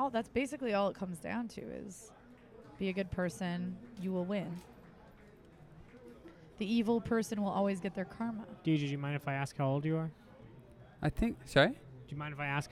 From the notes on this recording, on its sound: A fun episode recorded at The Comedy Store